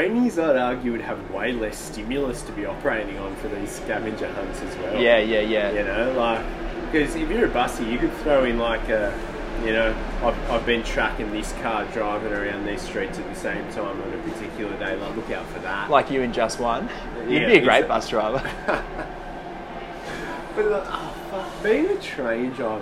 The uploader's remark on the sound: LIVE FROM CHATSWOOD STATION. We recorded this episode after a long full day at the cafe in chatty, and figured the excitement of peak hour commuters surging through the station would be an appropriate backdrop for us to share in some mutual 21st-century delirium.